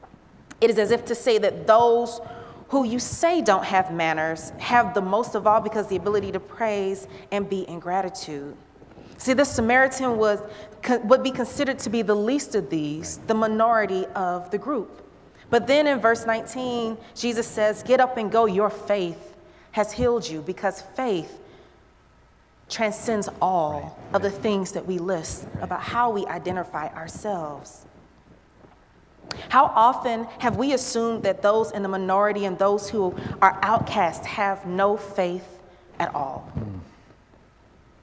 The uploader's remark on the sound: at Northwest Presbyterian Church in Atlanta